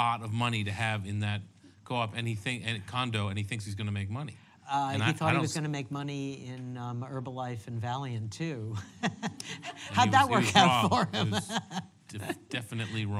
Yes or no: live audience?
yes